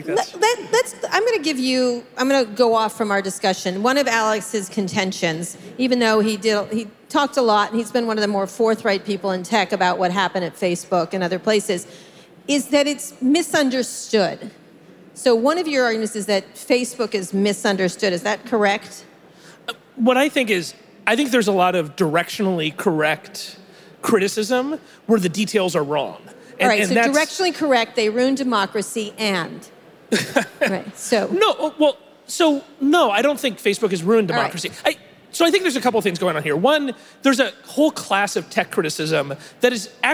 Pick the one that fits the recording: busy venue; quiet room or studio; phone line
busy venue